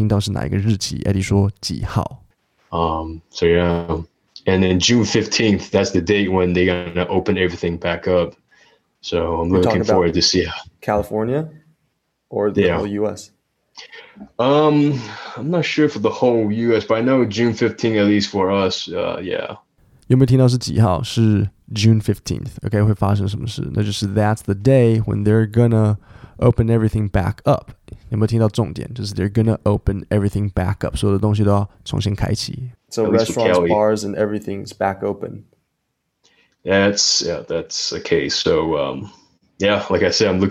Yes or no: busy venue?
no